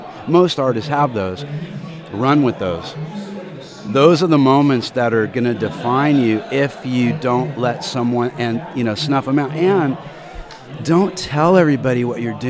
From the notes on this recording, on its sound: live at Rock N Pod 2019 in Nashville, TN